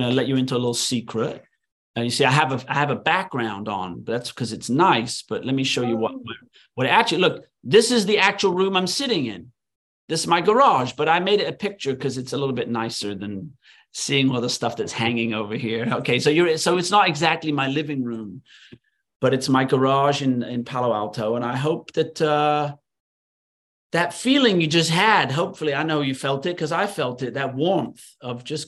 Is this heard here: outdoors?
no